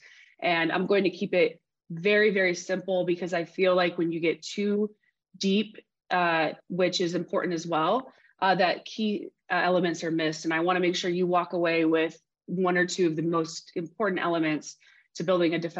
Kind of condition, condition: link, video call